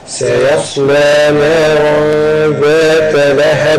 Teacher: التنوين بالفتح مخفى عند الزال المفتوحة بغنة حركتين · Term: الإخفاء